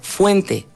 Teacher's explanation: La O tónica, fuerte, diptongó.